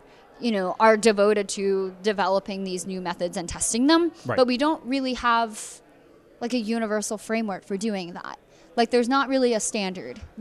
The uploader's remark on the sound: This episode of BioScience Talks was recorded on location at the Joint Meeting of Ichthyologists and Herpetologists in Norfolk, Virginia, and features a range of presenters and organizers.